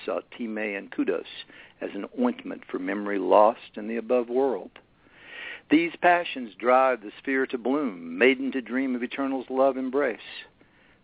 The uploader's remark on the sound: It was truly the international edition of Poetry Super Highway Live this month with callers early in from Australia and Singapore In addition to folks representing the good old U.S.A.